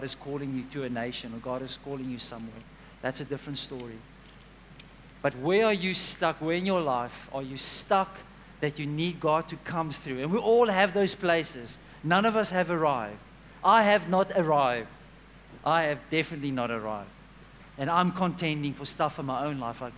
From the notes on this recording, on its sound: at Joshua Generation Church Wellington PM congregation